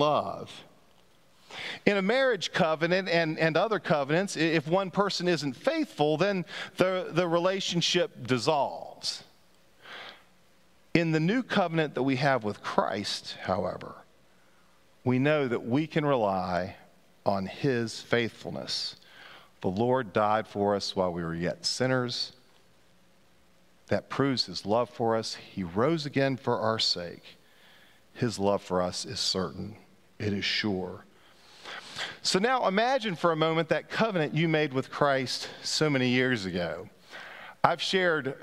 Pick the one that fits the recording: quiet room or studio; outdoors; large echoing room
large echoing room